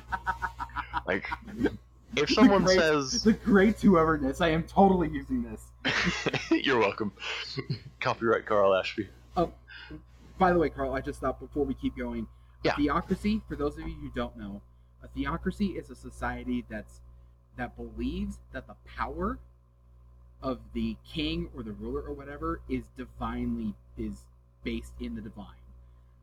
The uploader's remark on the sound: I apologize for the bad sound quality for most of the episode